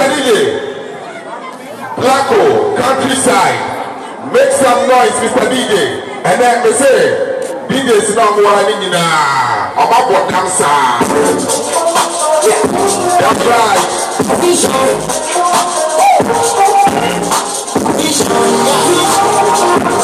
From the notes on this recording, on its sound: Sunyani Live Talent Show. A live, on the scene episode, recording of a local talent show. Featuring a dance competition amongst 7 year olds. Hear and feel the excitement of the crowd!